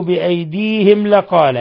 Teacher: ميم ساكنة جاء بعدها اللام، إظهار شفوي